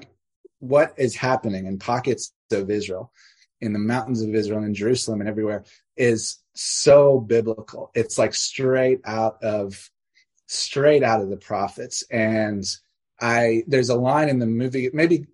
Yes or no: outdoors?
no